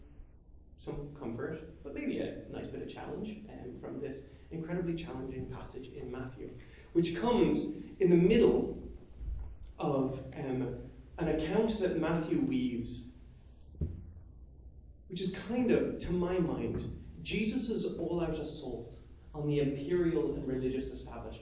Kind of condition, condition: setting, large echoing room